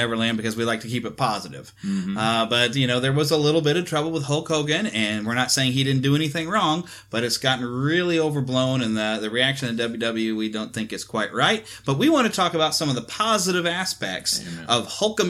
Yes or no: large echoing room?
no